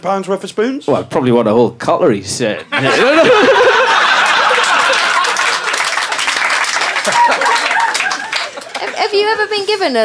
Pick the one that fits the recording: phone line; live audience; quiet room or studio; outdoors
live audience